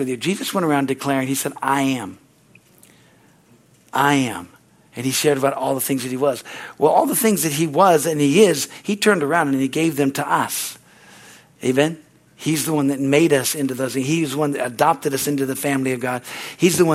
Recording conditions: large echoing room